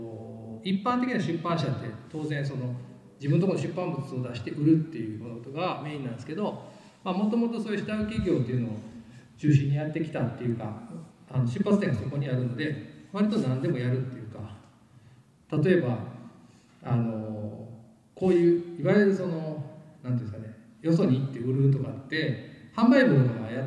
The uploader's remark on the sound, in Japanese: 2022年4月30日旧田島うるし工場で開催されたIN/SECTS CARAVAN 2022でのトークイベントの模様をお送りします。